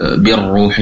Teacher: ro yang berharokat dhammah, lebih dipertebal lagi dengan mengangkat pangkal lidah ke atas